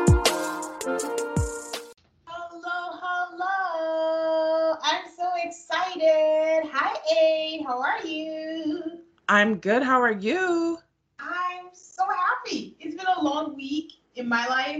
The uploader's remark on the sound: We unfortunately had audio issues this episode